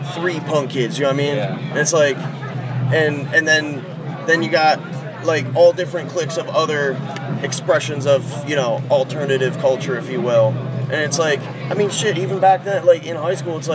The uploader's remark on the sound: From our 'Live from 2000 Trees 2023' series. Their first ever UK festival appearance.